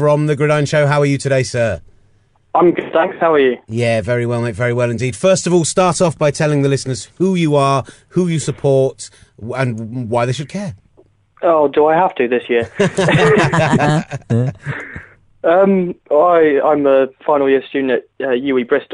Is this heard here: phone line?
yes